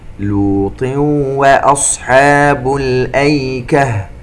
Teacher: التنوين في كلمة لوط مع حرف الواو إدغام بغنة